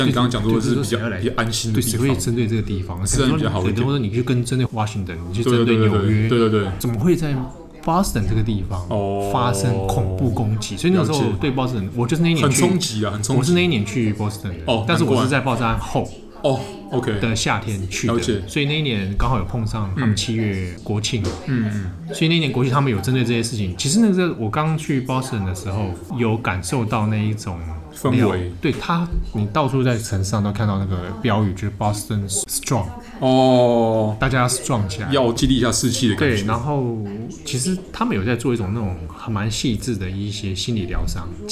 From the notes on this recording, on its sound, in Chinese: 本集白噪音指數：柔風級 3/5。剛踏入這家文具店錄音時，原本以為現場不太能打擾到其他客人，而輕聲細語了一分多鐘，但後來——後來就放開來聊哩。錄音地點：直物文具 Café。